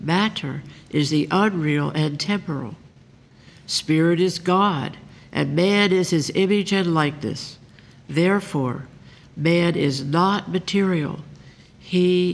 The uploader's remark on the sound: The Sunday service audio from September 24th, 2023